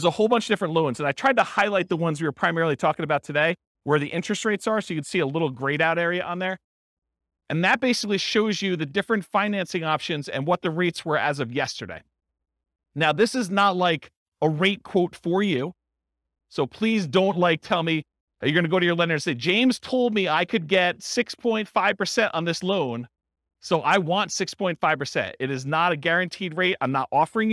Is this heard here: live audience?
yes